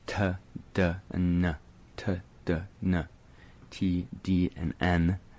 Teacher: Dental because your tongue is actually being placed towards your teeth, or almost kissing the back of your teeth, the inside of your teeth, in your mouth to form the sounds. · Term: dental sounds